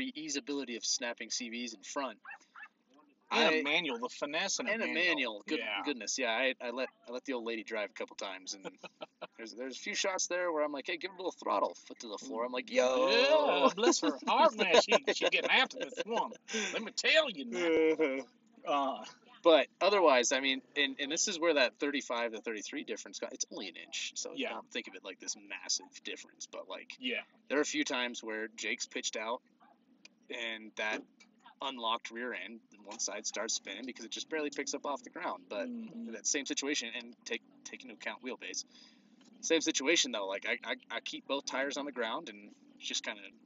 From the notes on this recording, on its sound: We recorded at the top of the world trail in Moab Utah.